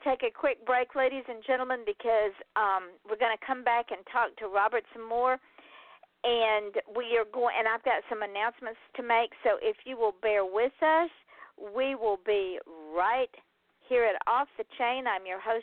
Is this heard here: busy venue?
no